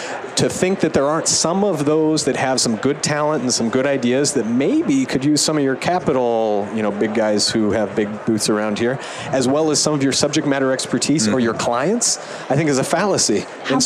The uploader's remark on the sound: LIVE from Las Vegas, at #HRTechConf